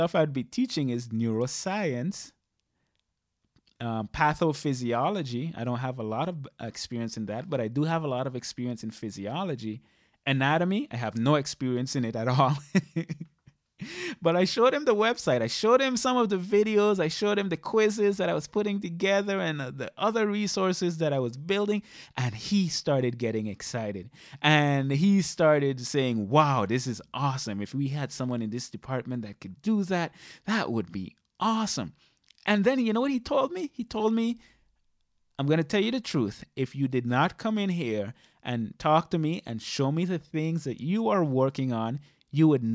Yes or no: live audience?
no